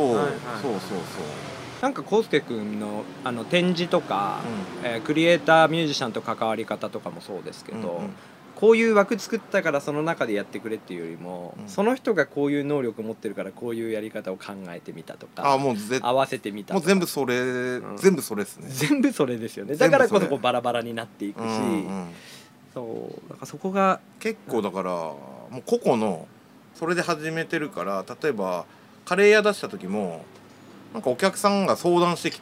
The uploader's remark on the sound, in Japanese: 今回は、美味しい蕎麦とお酒が頂けるお店「椿」のテラス席での収録でした。風が気持ち良い。